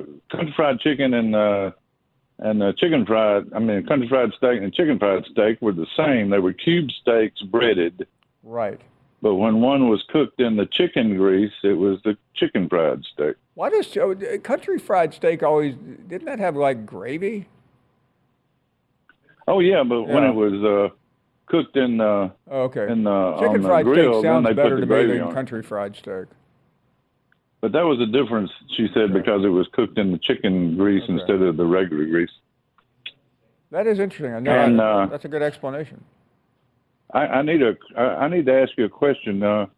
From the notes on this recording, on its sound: an hour of your phone calls